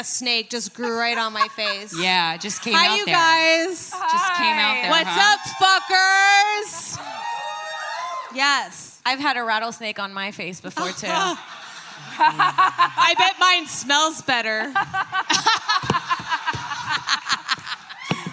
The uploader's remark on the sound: live from Skankfest South in Houston, Texas.